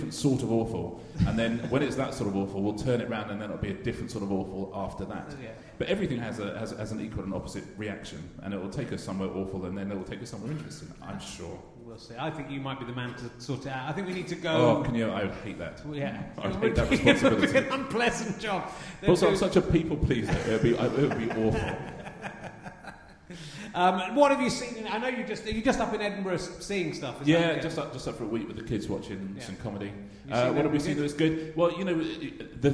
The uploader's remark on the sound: RHLSTP Edinburgh 2019. Played live in front of and then involving the audience.